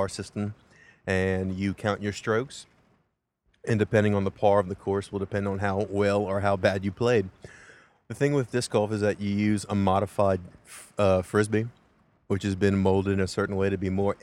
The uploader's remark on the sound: Live from the road. Crew is caught in torrential rains in St.